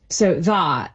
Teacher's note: saying the vowel a, like in that, more backed.